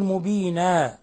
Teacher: فقلت له يا أخي لا يجوز أن تقف على المد مد العوض، لأنه مبينا إذا وقفنا عليها تنقلب ألفا تمد مقدار حركتين